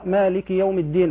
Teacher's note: الدال حرف مجهور، لولا الجهر لكانت تاء